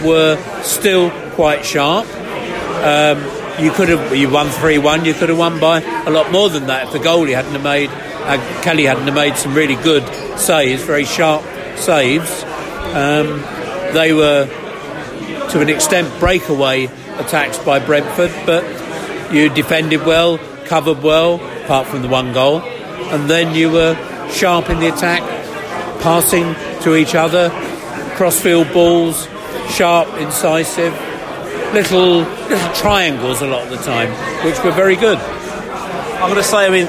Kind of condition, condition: setting, busy venue